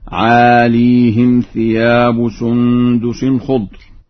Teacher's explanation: قرأ ورش لفظ عاليهم بإسكان الياء، ويلزم من هذا الإسكان كسر الهاء هكذا: عاليهم ثياب سندس خضر.